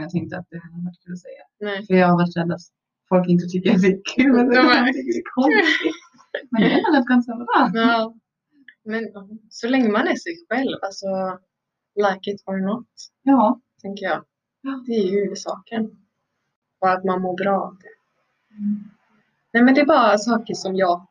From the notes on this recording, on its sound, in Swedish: Ljudet är inte på vår sida helt enkelt.